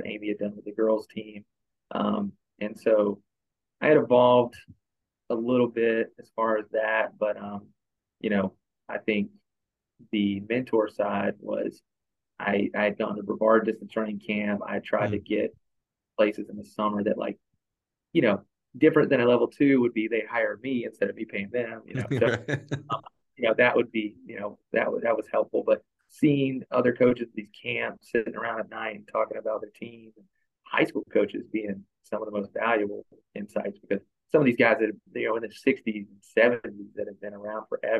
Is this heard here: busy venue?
no